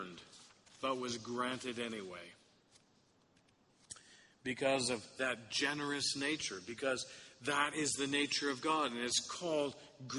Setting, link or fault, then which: setting, large echoing room